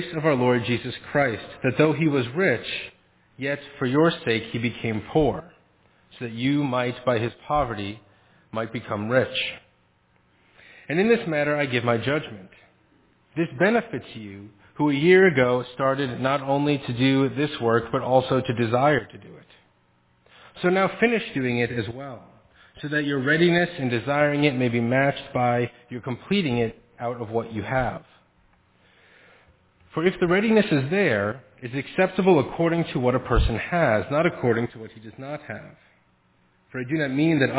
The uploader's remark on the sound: Faith Presbyterian Church – Evening Service.